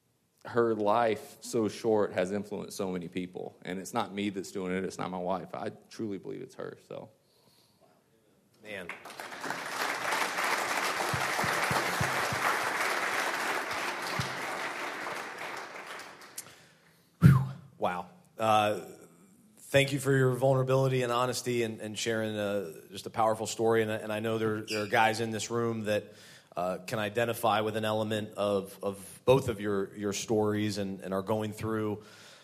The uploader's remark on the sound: LIVE Event: Super Saturday Man Breakfast VII. The panel discussion from the Super Saturday Man Breakfast.